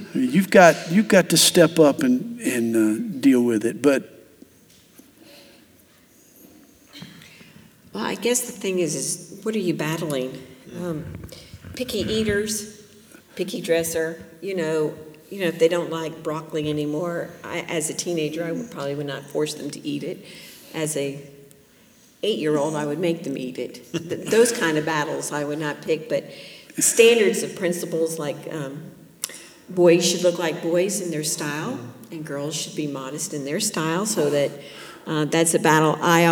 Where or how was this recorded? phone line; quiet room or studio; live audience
live audience